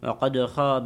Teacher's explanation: حرف الدال في قد القلقلة توضيحها عند قراءتها، وخاصة في الاتصال بالكلمة التي بعدها.